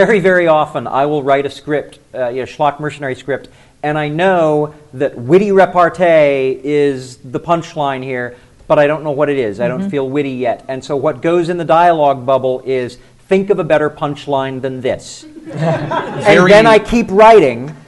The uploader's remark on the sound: before a live audience at GenCon Indy